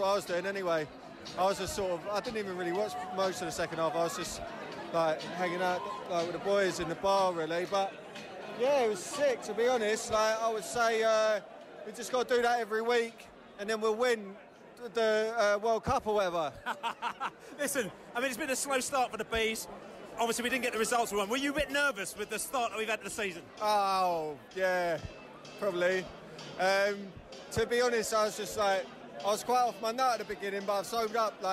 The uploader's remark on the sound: post-match podcast from the pub